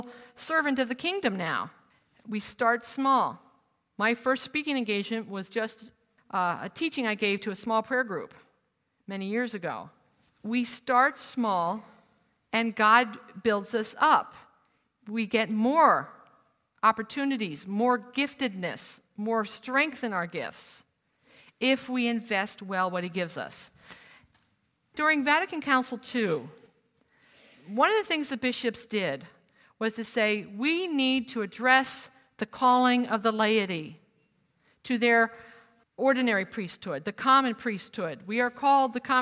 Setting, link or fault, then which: setting, live audience